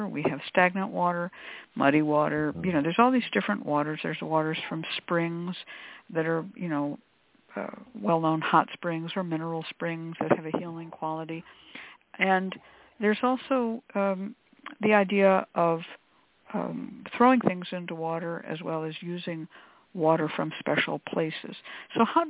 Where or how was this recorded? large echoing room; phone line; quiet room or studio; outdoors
phone line